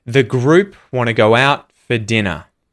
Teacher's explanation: for the phrasal verb go out, I feel like the stress is actually on the preposition out instead of on go.